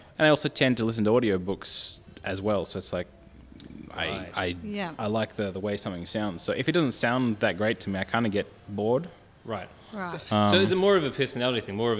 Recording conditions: busy venue